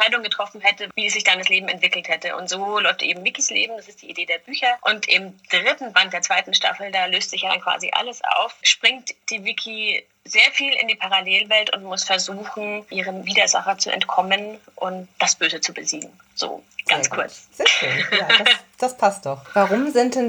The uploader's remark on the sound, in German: Entschuldigt bitte, dass die Tonqualität leider nicht auf dem üblichen Niveau ist, da das Interview digital geführt und aufgenommen wurde.